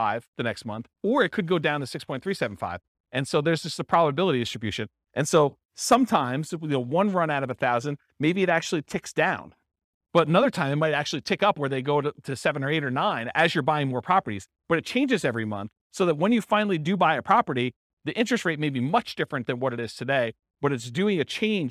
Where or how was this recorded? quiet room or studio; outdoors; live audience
live audience